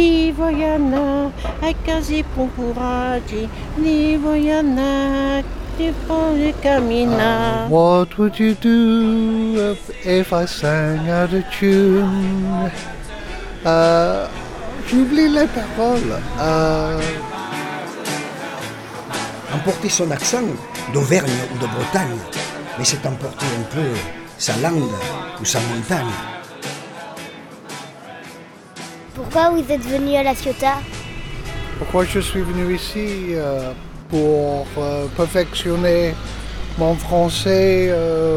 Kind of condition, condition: setting, outdoors